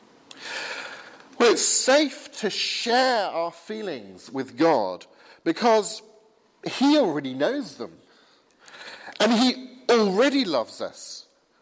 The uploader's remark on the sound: Advent service sermon from the 8 am service at Highfield Church, Southampton, 18th December 2016.